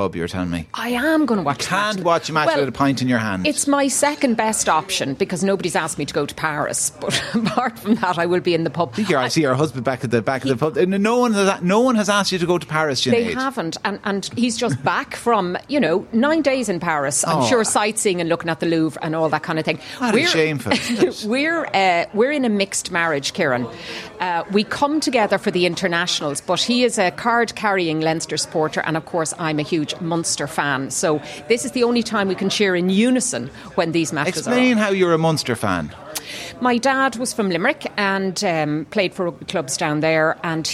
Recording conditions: busy venue